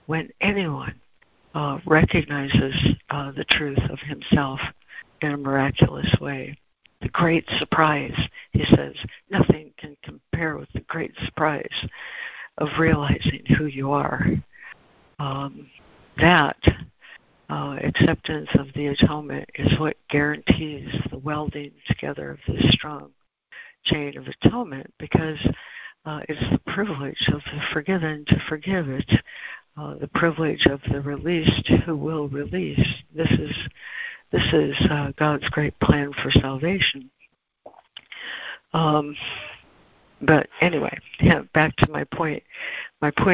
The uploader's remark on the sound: ACIM Daily Conference Call.